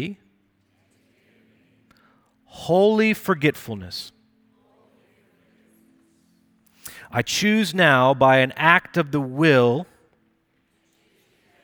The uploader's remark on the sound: Recorded Live at Brookwood Church.